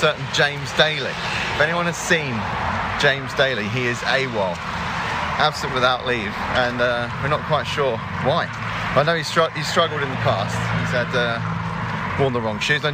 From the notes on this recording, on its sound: Live action from the Palace For Life Foundation Marathon March 2023